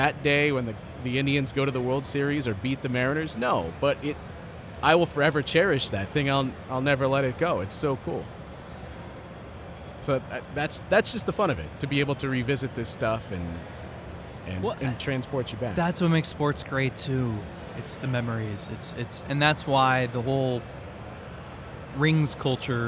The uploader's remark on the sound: record an episode of the show at the Great Lakes Collectors Convention